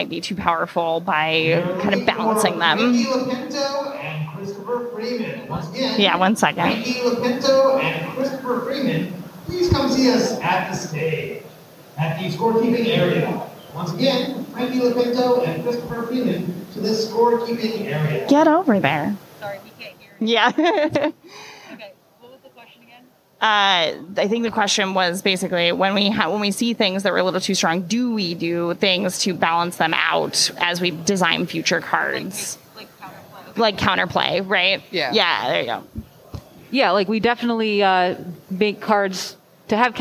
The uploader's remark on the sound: CommandFest Bellevue 2022 - Casual Play Design Panel. Hosted By Pastimes Events. Answer a host of separate questions from audience members.